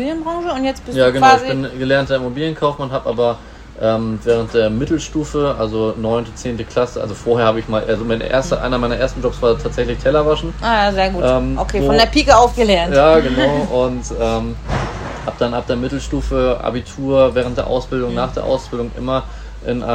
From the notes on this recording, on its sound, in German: Alle Hintergrundgeräusche sind live von der Minigolfanlage und von den Servicekräften, denn wir haben natürlich live im Wintergarten des Reataurants aufgenommen.